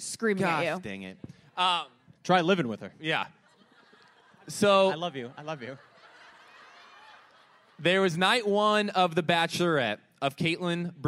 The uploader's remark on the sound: Live from the Palace of Fine Arts